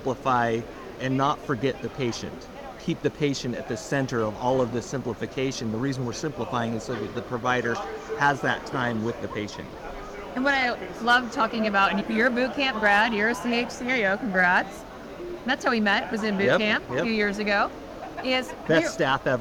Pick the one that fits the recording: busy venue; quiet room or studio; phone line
busy venue